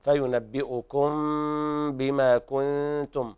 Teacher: الإخفاء الشفهي لوقوع الباء بعد الميم الساكنة، وأيضا يراعى إطباق الشفاء بدون كز مثل الإقلاب سواء بسواء.